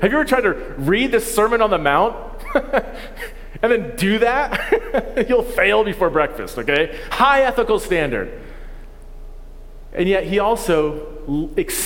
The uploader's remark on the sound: This content is from our first City Network Conference in 2022.